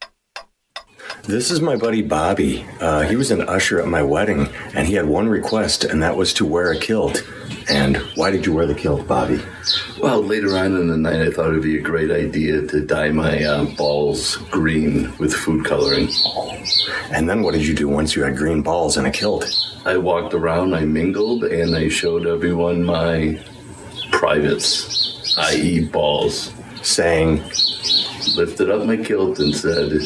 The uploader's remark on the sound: Today we'll share short interviews with a number of experts at the conference.